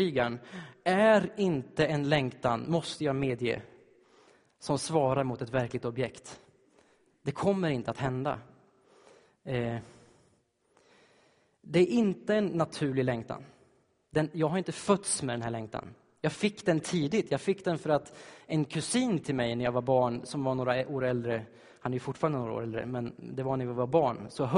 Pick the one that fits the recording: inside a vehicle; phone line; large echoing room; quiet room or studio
large echoing room